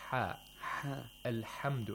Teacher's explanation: ha is pronounced from deep in the throat, from the pharynx.